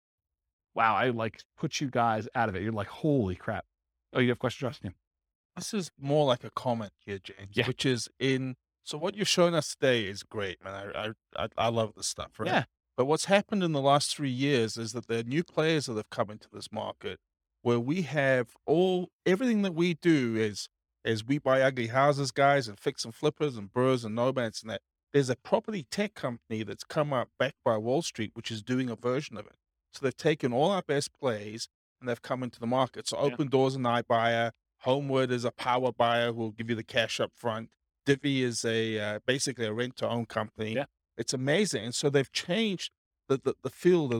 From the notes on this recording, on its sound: Port St Lucie, Florida. This was a live class recorded to give investors a solid qualitative overview of all the different real estate investing strategies.